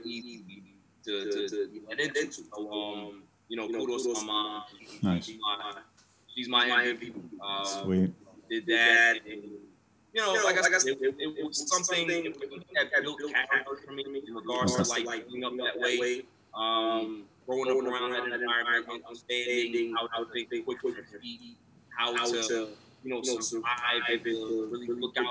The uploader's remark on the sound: This week has been tough because we have had audio troubles and don't know why. We were recording just as game 6 between the Atlanta Hawks and Philadelphia 76ers was about to begin.